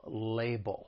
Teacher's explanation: Now, for pronunciation, the word has two syllables. The stress is on that first syllable, label. The other thing I'd like to point out is the second syllable, it ends with that dark L, which is that ull sound.